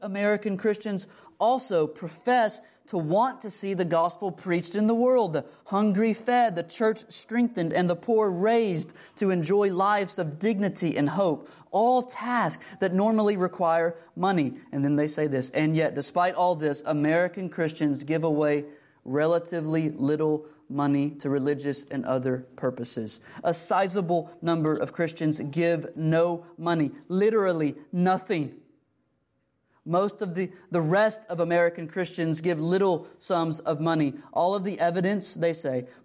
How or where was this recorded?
large echoing room